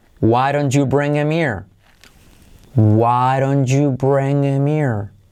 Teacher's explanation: Salto la H, hago la I como E, bring him Here, salto la H de here.